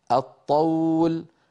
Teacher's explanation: الطول أدغمنا اللام في الطاء · Term: اللام الشمسية